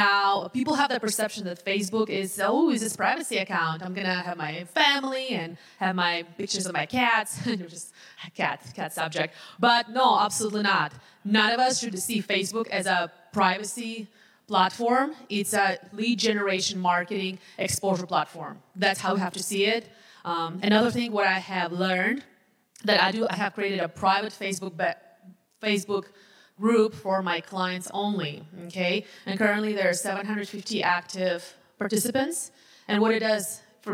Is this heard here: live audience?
yes